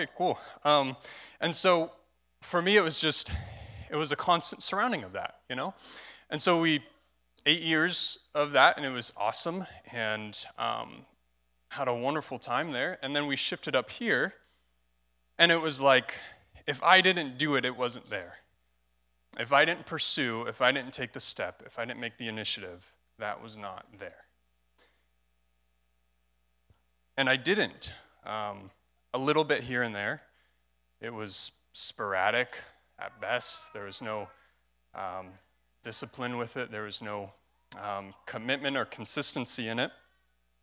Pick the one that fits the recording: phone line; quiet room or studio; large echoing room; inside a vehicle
large echoing room